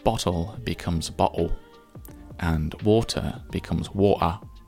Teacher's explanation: the ER sound becomes an A sound, like a hard A sound at the end of water · the T's have not become D's. They simply don't exist.